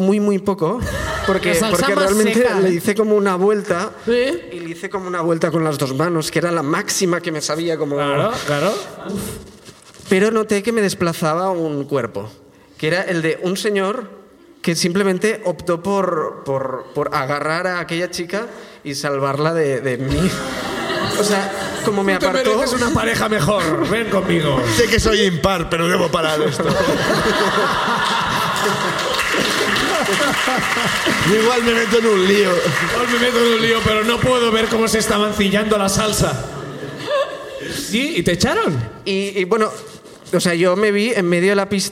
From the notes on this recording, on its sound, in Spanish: El público de Barcelona comparte sus ruinas